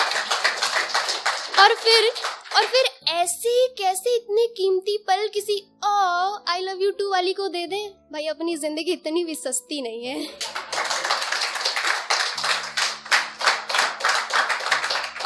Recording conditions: live audience